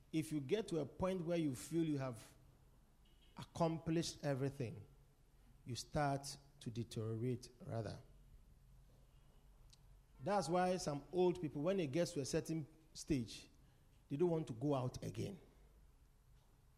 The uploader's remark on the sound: Preached at The Victory Secrets Service.